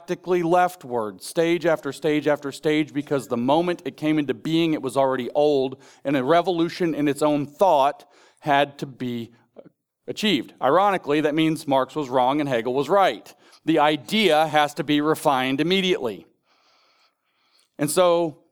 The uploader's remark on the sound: In this ninth session of Sovereign Nations’s "The Theology of Marxism" conference in Phoenix, Arizona, in June 2022